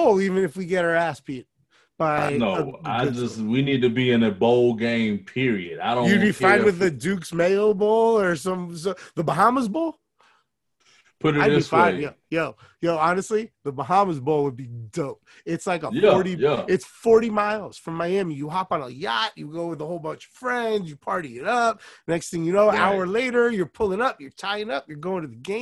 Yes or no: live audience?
no